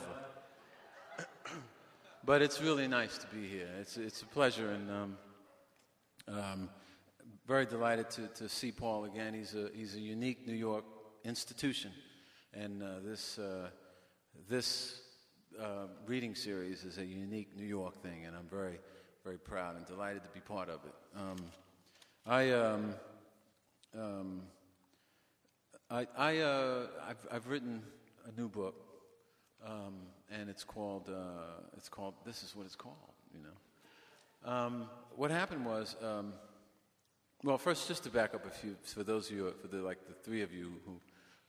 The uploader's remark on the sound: LIVE from the NYPL